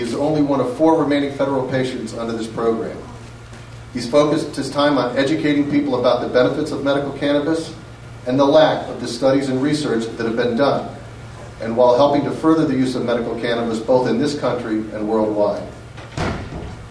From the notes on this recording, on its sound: Audio from the Helena Montana Medical Growers Assocation Cannabis Symposium that I went to back in September.